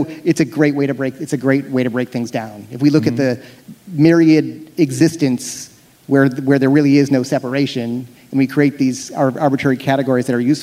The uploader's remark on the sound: on stage for a special live Bulletproof podcast.